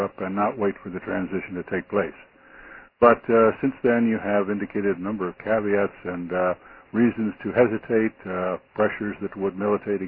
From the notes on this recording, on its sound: in a conference call